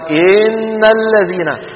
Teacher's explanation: إن مطت وصار وكأن فيها ياء، إن الذين. هذا من الأخطاء التي تحدث عند نطق الحروف المتحركة.